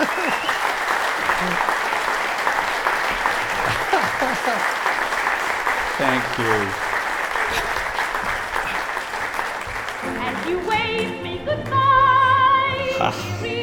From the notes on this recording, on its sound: Recorded at We Have Ways Fest 2023